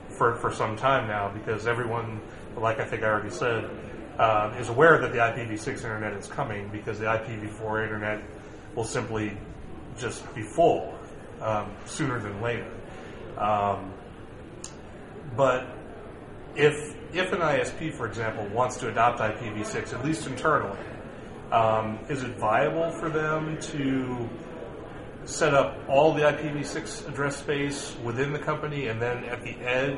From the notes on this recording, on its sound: at LISA 2010, the Large Installation Systems Administration conference in San Jose, CA